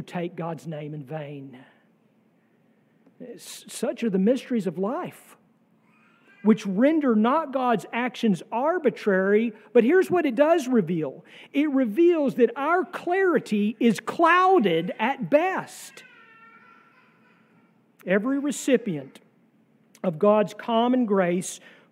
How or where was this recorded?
large echoing room